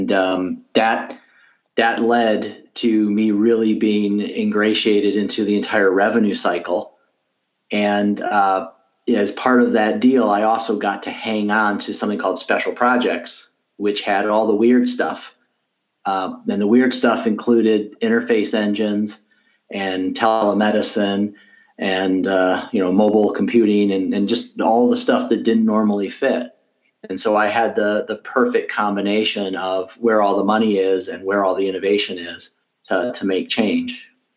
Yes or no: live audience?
no